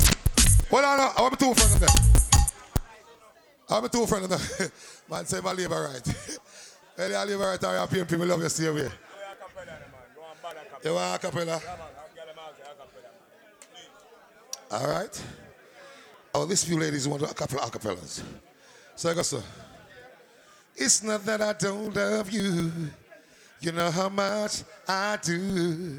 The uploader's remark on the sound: LIVE AT TIPSY THURSDAYZ